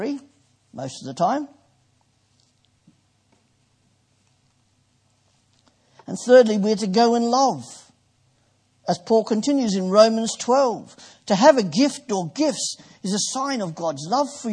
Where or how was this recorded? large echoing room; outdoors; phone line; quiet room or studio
large echoing room